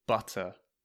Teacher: in standard British English, the T sound is quite strong